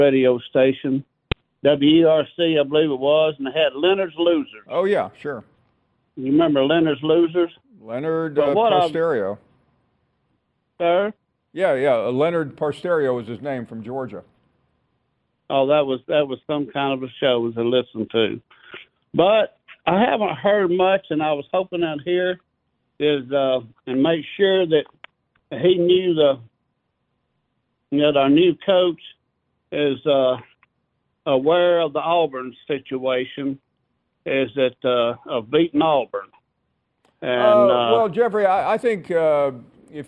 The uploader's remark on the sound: We continue with more of your phone calls.